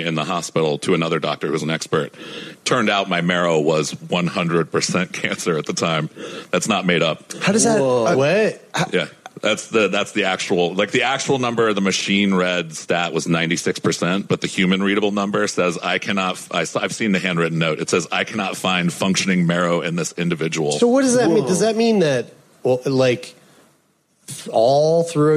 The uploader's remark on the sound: LIVE From SXSW